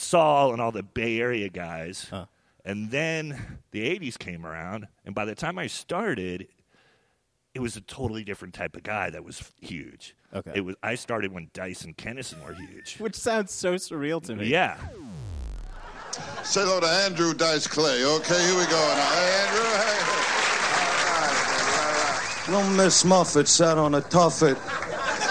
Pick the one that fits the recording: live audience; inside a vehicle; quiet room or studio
live audience